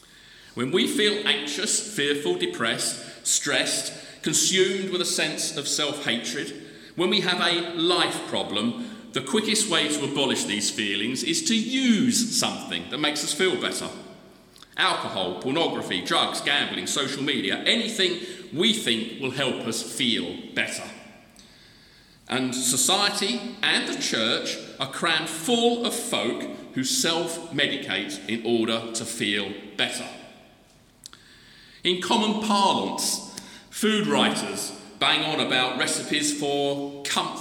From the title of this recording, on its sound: The Recovery Course Conference Keynote Address